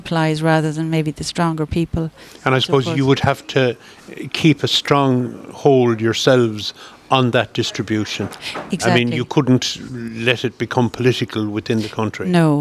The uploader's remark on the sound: Broadcast live Bodyke Festival 2023